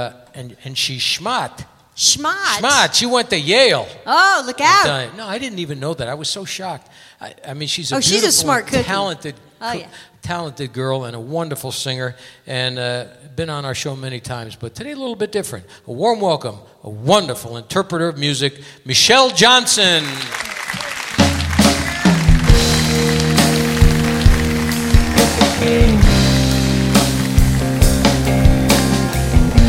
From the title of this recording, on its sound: Live at the Southpoint 06-02-2016